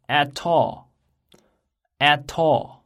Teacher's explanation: at 和 all 也是辅音和元音的连读